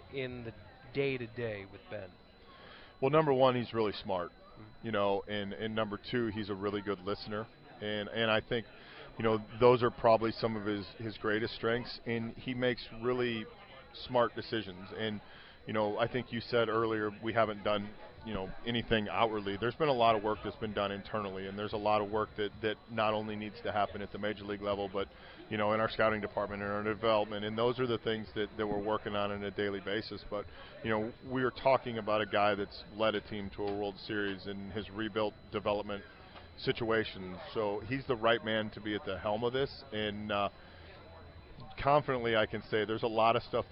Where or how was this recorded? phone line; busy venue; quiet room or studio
busy venue